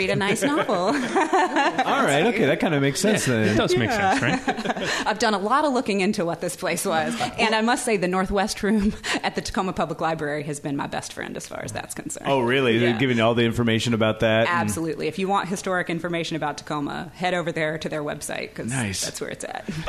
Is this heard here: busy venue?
yes